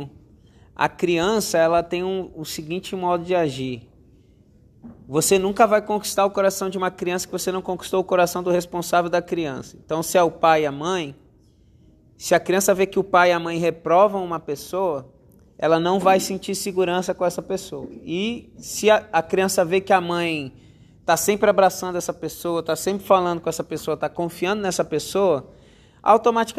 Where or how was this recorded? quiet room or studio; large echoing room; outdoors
large echoing room